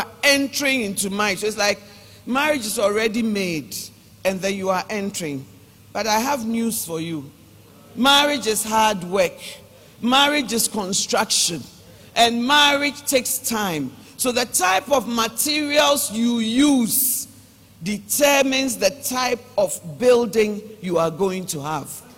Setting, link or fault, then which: setting, large echoing room